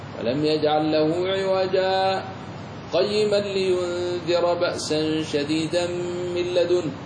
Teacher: أما لو وقفت وقفا عاديا كوقف الآخرين وتنفست فلا بأس، ولست في حاجة إلى السكت، لكنك واصل عند رواية حفص عن عاصم فتسكت سكتا لطيفا دون تنفس